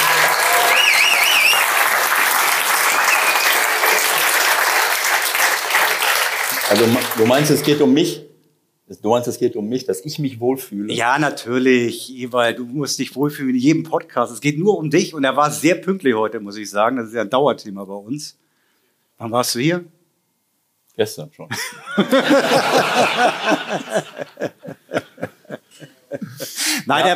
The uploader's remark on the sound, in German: Live vom Millerntor. Hier ist die Live-Aufnahme vom Millerntor.